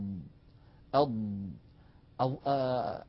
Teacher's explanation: تجدون الصوت منحصر بين اللسان وبين الحنك الأعلى · Term: الإطباق